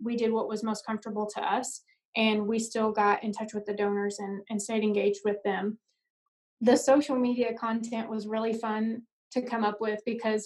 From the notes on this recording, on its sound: joined me for an small college AD Zoom conversation